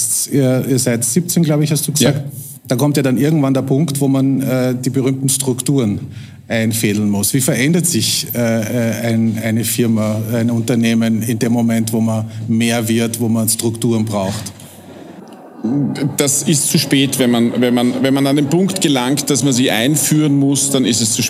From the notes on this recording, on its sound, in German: Die Folge entstand vor Livepublikum im Rahmen der "Langen Nacht der Podcasts" im Palais Eschenbach.